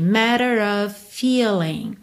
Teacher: matter, esses dois T's viraram rarara